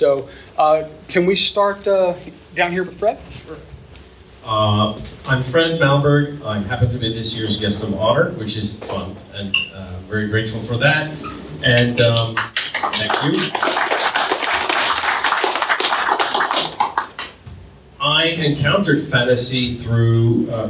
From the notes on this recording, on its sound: Howard Days 2022. The rest of this month will be dedicated to the audio we recorded while at this gathering! We present the inaugural panel from the event.